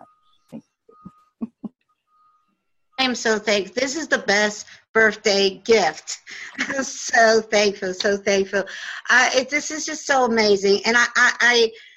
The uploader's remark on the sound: This is the audio from the video webinar that was pre-recorded. Video panel discussion.